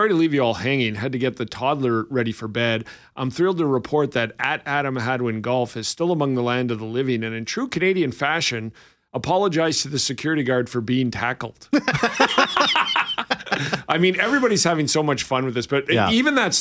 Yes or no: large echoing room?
no